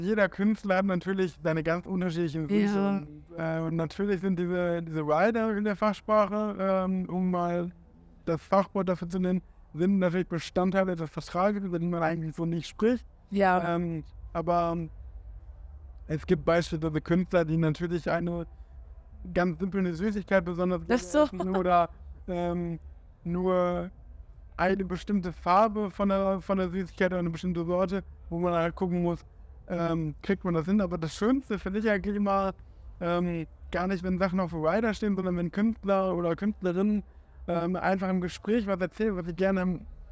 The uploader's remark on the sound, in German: Live vom Parookaville.